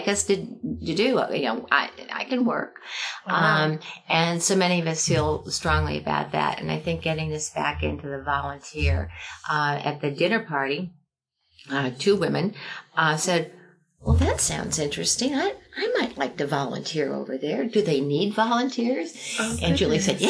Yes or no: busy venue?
no